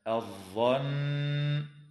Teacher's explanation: وتغن النون المشددة في كلمة الظن بمقدار حركتين